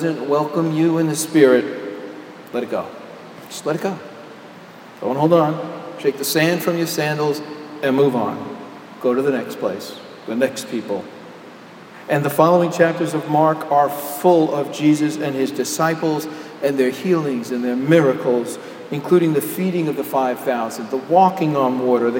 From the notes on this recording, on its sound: Homily delivered at Jan Hus Presbyterian Church and Neighborhood House on July 8, 2012.